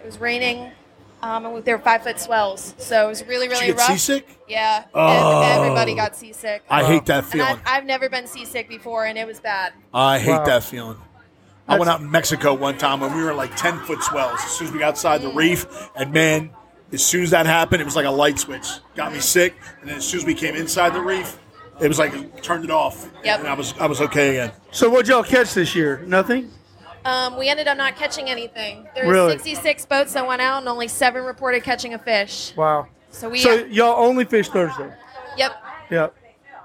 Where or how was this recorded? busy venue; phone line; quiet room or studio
busy venue